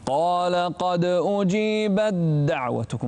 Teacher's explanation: بالنسبة للإدغام لا تظهر التاء ولا تهمس فيها. قال قد أجيبت دعوتكم على طول على الدال.